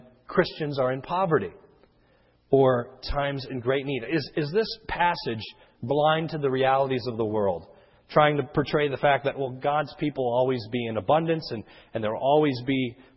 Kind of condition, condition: setting, large echoing room